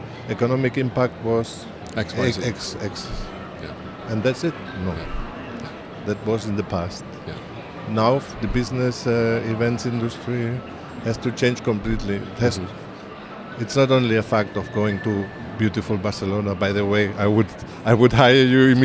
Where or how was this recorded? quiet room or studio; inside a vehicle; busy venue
busy venue